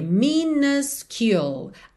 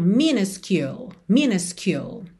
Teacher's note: A primeira letra U vai ser um A, A. Já a segunda vai ser U, U. Então minuscule, minuscule.